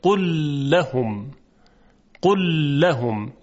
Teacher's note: یعنی یک لام مشدد ما میشنویم · Term: ادغام